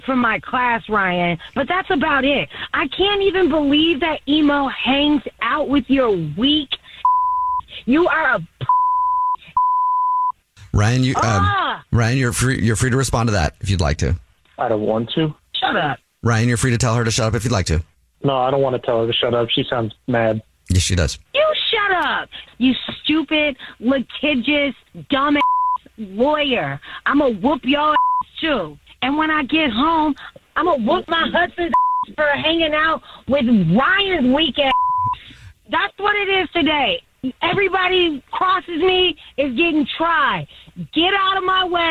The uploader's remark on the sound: phone prank style